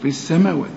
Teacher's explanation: اللام بتضغم في السين، لام شمسية بتتحول إلى نفس الحرف اللي بعدها